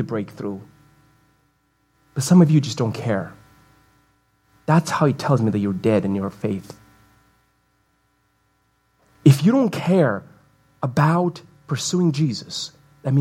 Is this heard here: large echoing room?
yes